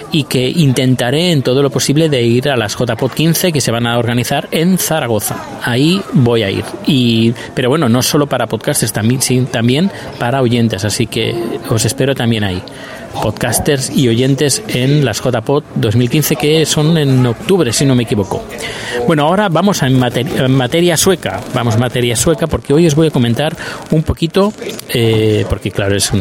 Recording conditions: busy venue